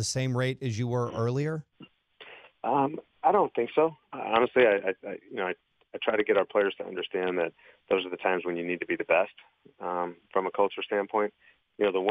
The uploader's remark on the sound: called in to the … and … show.